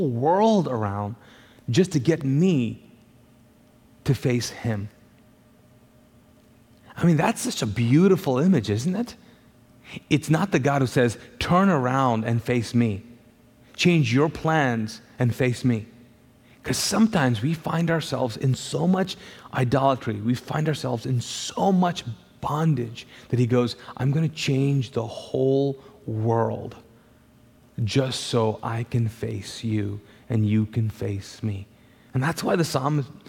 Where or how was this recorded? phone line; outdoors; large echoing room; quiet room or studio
large echoing room